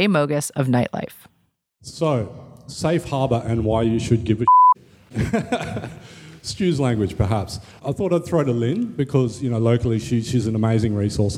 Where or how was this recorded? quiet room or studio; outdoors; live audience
live audience